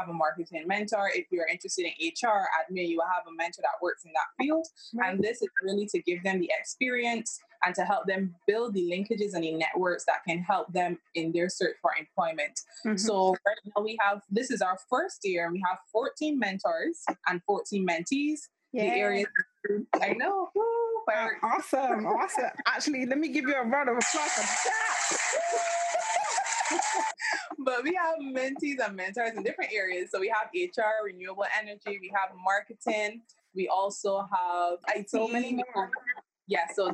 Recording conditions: poor sound quality